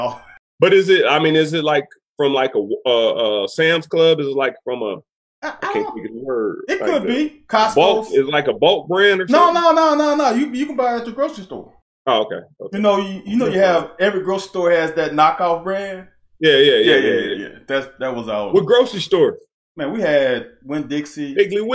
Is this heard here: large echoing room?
no